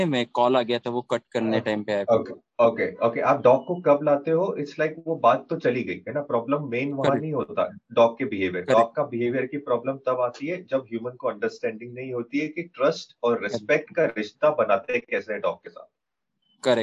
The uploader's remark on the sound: Our expert team recently held a Zoom call.